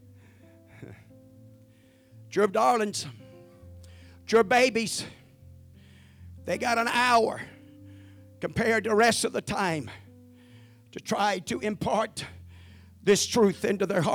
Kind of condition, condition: setting, large echoing room